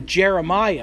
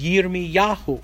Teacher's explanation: Hebrew really doesn't have a J sound · Shown in: second take